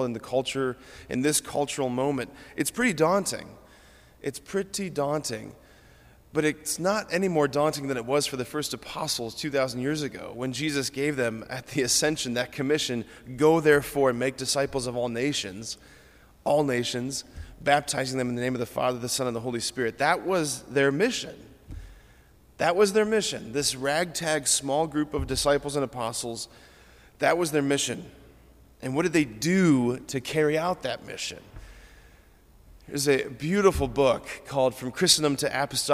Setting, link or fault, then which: setting, large echoing room